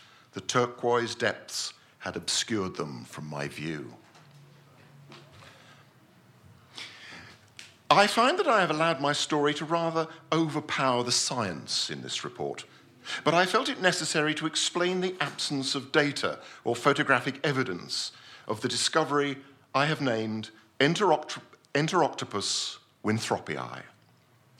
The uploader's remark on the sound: This is the fourth episode of podcasts recorded at our Stand Up Tragedy night that took place at The Dogstar on March 28th.